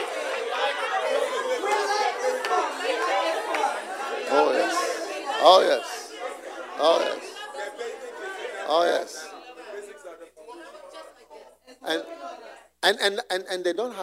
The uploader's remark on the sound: Preached at the Use It or Lose It Camp, USA.